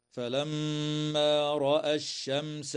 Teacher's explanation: الميم المشددة في كلمة فلما حكمها الغنة، والميم الساكنة في كلمة الشمس حكمها الإظهار الشفوي لوقوع السين بعدها، والتنوين في قوله تعالى بازغة قال حكمه الإخفاء مع الغنة مفخمة